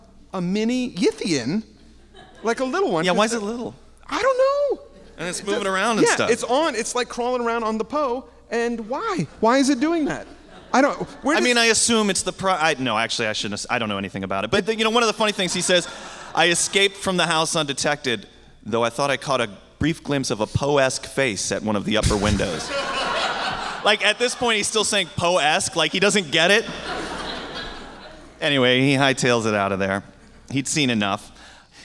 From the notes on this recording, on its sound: This was our show at the NecronomiCon - LIVE from the Biltmore Hotel in Providence, RI